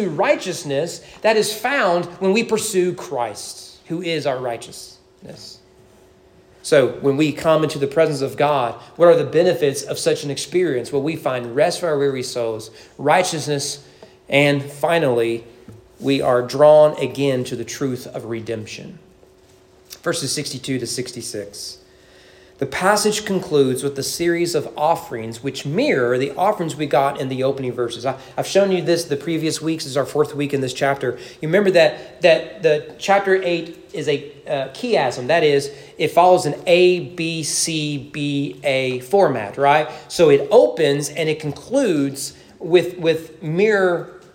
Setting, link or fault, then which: setting, large echoing room